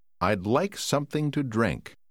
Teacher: Lưu ý rằng trong từ cuối, tổ hợp phụ âm cuối NK được phát âm như có âm G xen vào giữa chúng